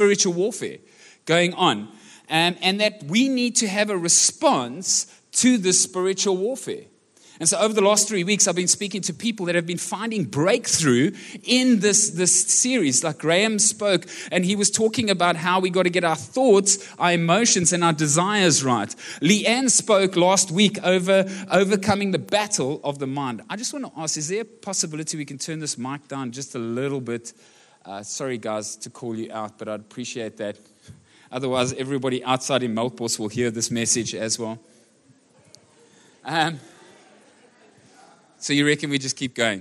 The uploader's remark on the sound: Recorded live on Sunday the 15th October 2023